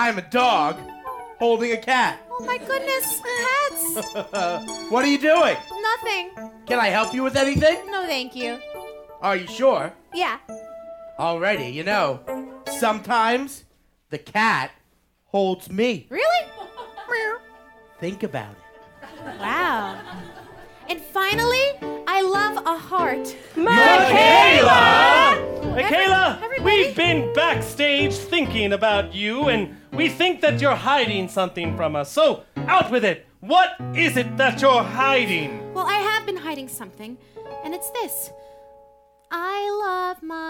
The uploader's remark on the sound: Performa an old classic in front of a live studio audience!